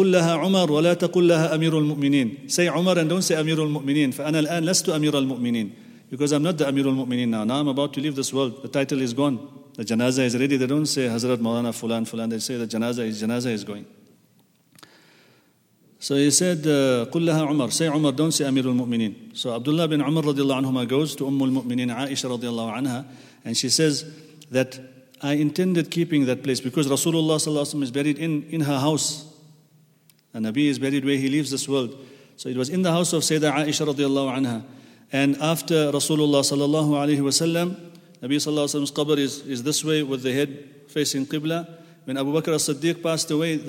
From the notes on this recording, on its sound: at the Houghton Masjid (West Street)